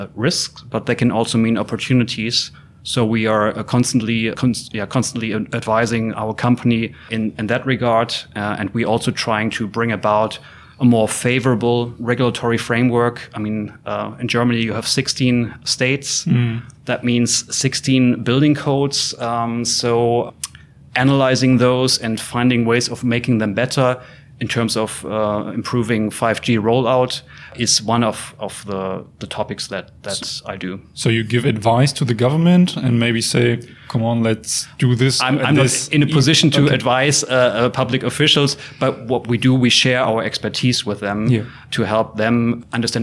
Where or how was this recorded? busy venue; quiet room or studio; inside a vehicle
busy venue